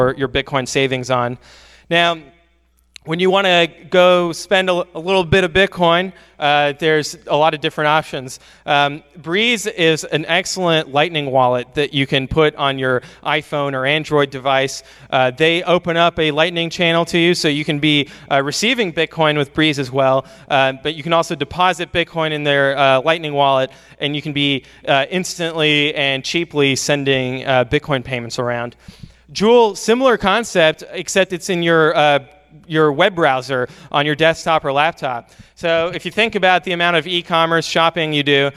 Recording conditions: live audience